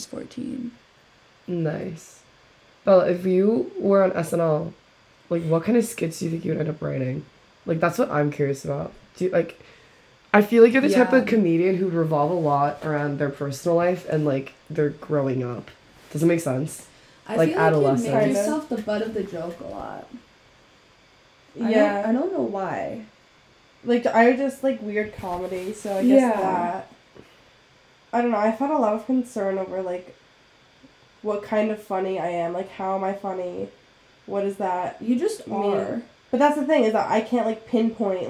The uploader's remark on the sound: CAUTION: VERY BAD AUDIO AGAIN SORRY :P.